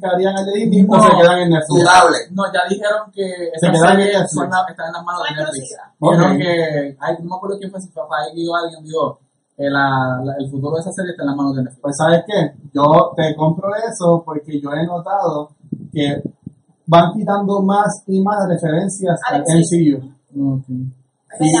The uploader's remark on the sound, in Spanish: Pedimos disculpas por la calidad del sonido. Desafortunadamente tuvimos problemas técnicos con el mismo mientras grabamos el episodio.